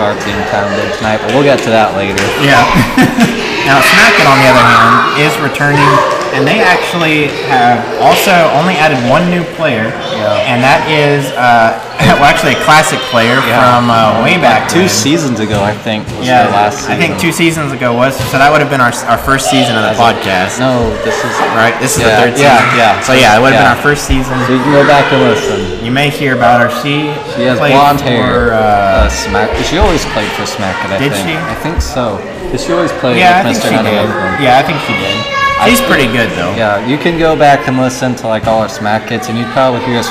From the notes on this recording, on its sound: Please be advised that this week's episode had an insane amount of background noise and as such we had to shout the entire episode.